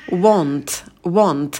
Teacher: На звуке «в» вытягиваем губы, потом краткий «о» очень быстрый.